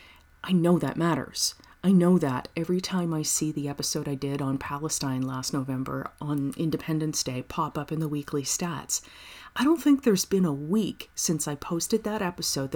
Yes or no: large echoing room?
no